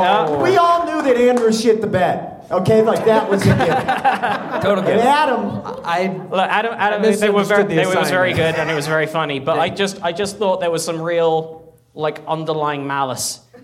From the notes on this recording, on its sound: Live at the Bug Theatre. The first-ever Grawlix live funeral.